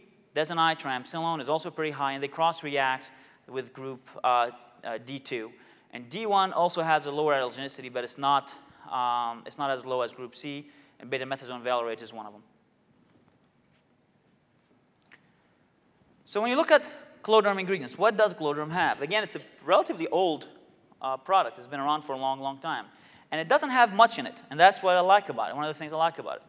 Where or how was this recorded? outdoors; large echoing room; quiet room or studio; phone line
large echoing room